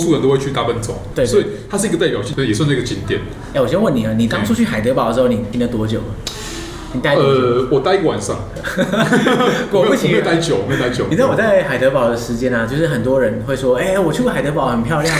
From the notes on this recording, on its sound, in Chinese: 本集白噪音指數：蚊風級 1/5。錄音地點： 三季 Sanji Teahouse。